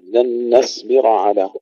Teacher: وإذ قلتم يا موسى لن نصبر، لن، لاحظوا ترقيق النون، لن نصبر ولا نقول لن نصبر، هنا بسهولة تفخم النون لمجاورة الصاد، نرقق النون وفخم الصاد